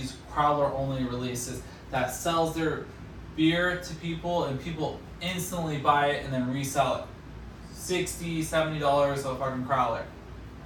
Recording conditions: phone or laptop microphone